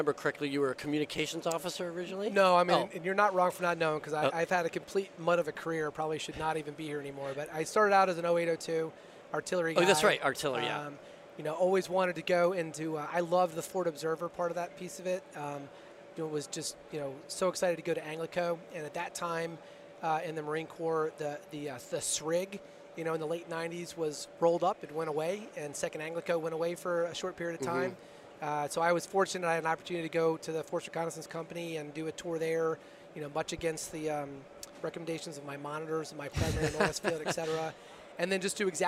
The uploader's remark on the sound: This week we are recording from the floor of Modern Day Marine so that we can bring you the events and personnel of this outstanding convention as it’s going on. One of the guests who came by our booth.